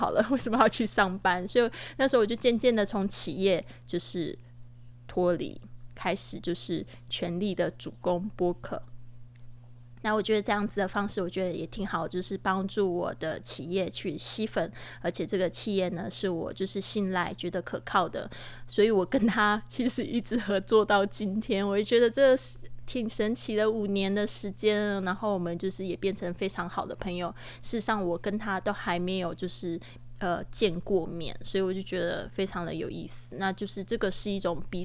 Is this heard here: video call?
no